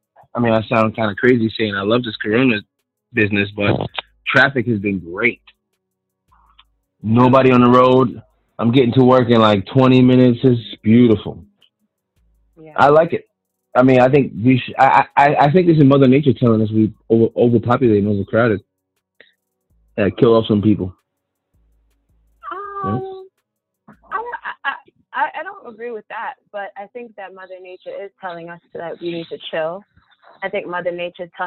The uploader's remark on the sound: Please excuse the audio quality this week, it gets better as the episode proceeds.